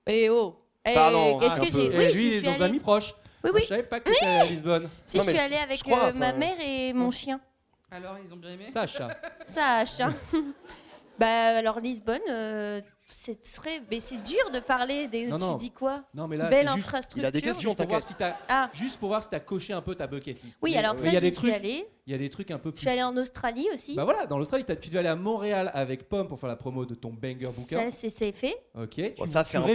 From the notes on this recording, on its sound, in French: ALL STARS en plublic. Sur la scène de l'Apollo Théâtre, devant 304 Touristos et Touristas de folie.